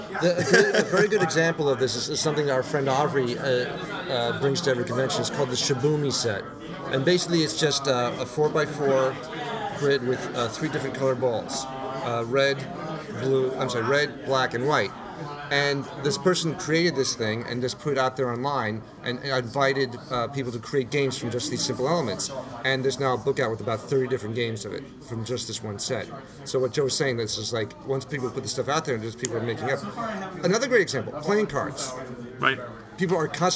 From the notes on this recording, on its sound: live from ConnCon in Stamford Connecticut